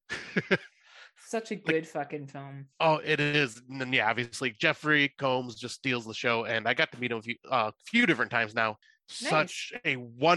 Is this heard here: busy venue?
no